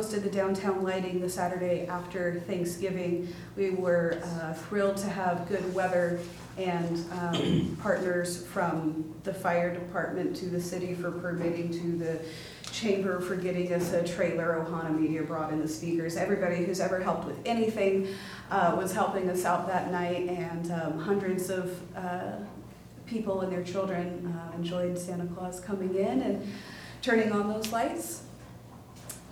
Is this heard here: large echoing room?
yes